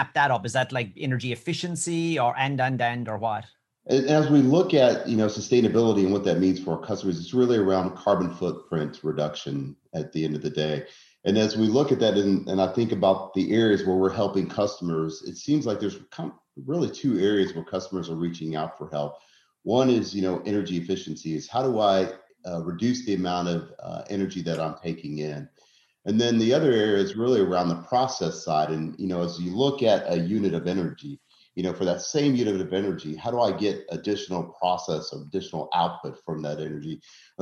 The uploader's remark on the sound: the highlights of a virtual conference, hosted by IIOT World